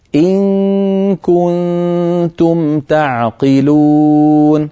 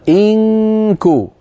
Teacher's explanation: عندما تخفين النون عند الكاف اذهبي مباشرة إلى مخرج الكاف